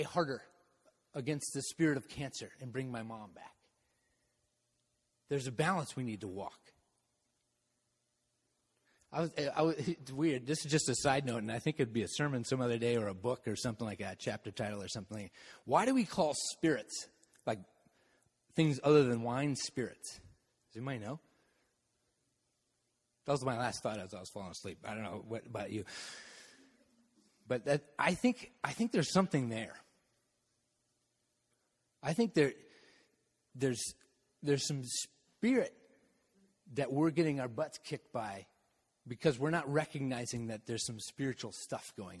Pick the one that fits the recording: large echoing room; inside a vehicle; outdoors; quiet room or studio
large echoing room